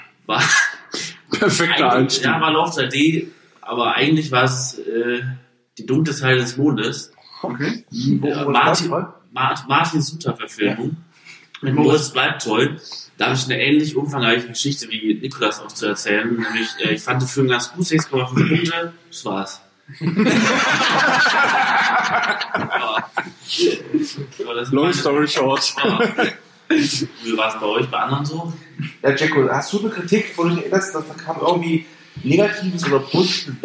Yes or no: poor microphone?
yes